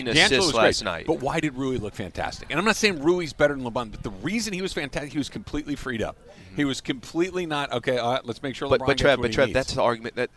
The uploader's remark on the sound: LIVE from The Genesis Invitational at the Riviera Country Club.